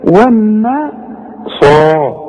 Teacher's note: الصاد بقى من اعلى درجات التفخيم لانها بعدها الف